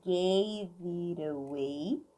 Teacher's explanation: Esse it fica com som de R.